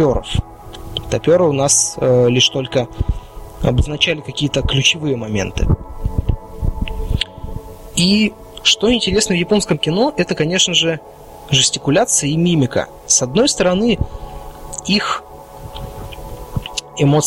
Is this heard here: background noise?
yes